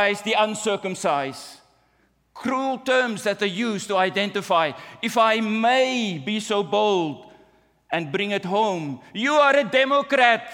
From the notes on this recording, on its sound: at the June 18, 2023 Sunday morning services of Boca Raton Community Church in Boca Raton, Florida